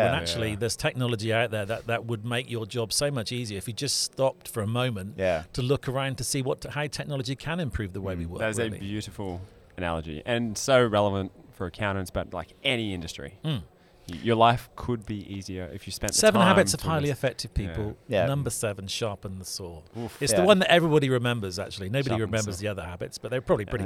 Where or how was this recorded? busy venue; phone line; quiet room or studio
busy venue